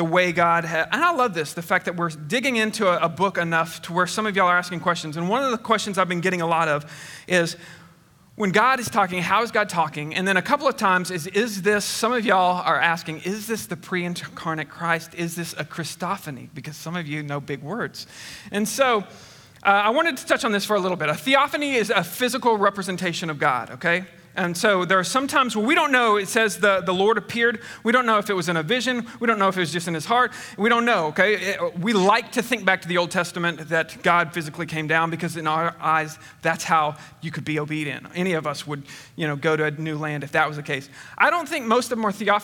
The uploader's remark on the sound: Recorded on 8/15/21 at Connection Point Church. Recorded on 8/15/21 at Connection Point Church.